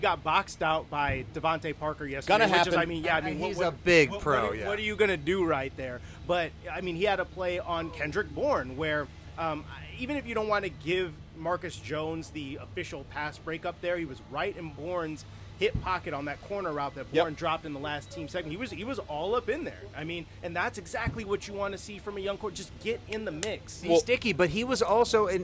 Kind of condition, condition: setting, outdoors